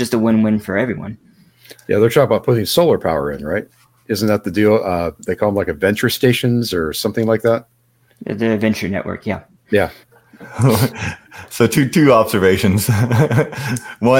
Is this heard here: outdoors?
no